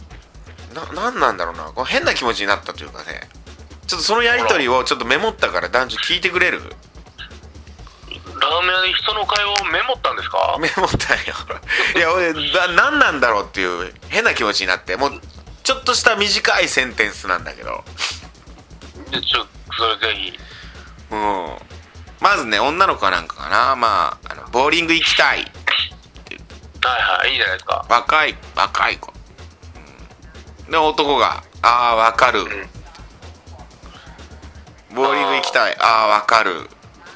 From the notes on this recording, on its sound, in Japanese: アイフォーンでの電話収録